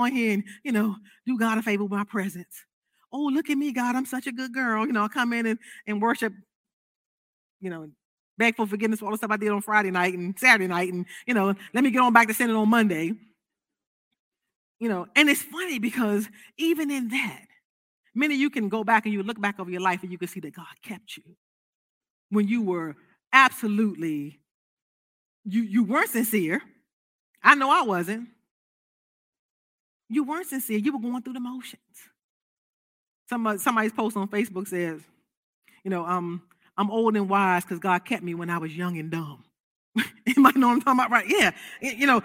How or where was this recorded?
large echoing room